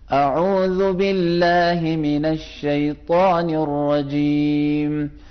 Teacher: اعوذ زال میں ہماری زبان باہر آئی